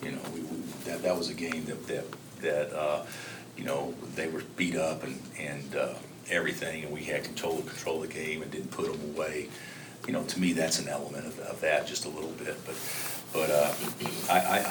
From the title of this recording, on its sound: Press Conferences & Post-Game Interviews